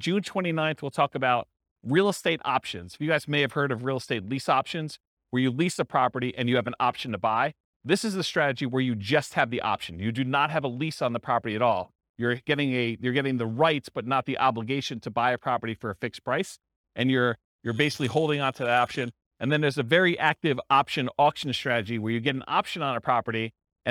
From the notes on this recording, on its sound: This was a live class recorded